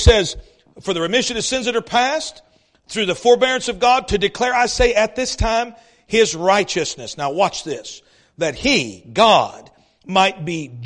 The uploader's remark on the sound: East River Baptist Church Revival Service